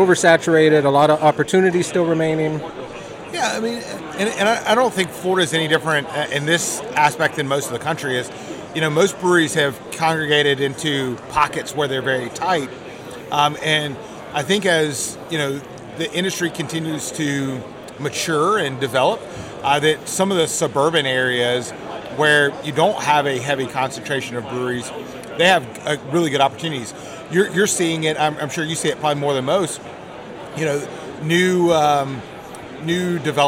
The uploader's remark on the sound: at the Florida Brewers Guild annual conference